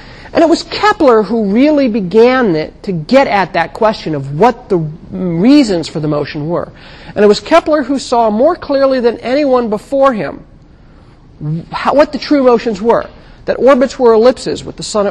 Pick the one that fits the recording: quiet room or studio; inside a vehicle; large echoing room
large echoing room